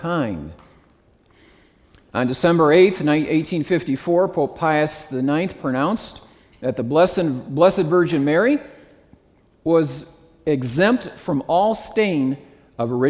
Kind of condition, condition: setting, live audience